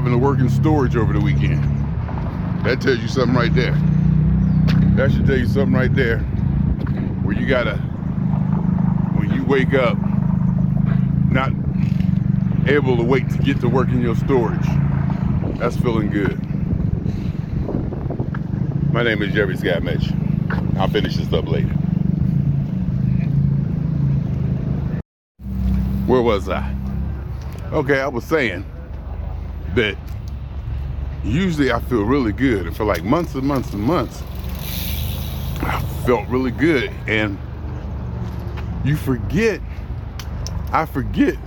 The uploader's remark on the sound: Me Walking Talking